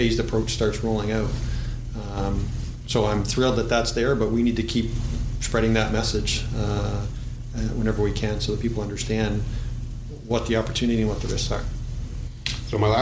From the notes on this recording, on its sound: In this podcast recorded at the CASI ASTRO 18 conference in Quebec City.